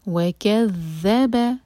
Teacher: یہاں پر ہے ذال، اس کو زا کا ساؤنڈ نہیں دینا. وکذب بالحسن، باکو لام سے جوڑیں گے اور لام پر جھٹکا نہ آئے.